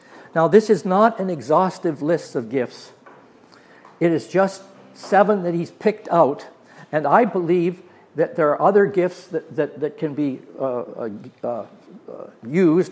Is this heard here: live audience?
yes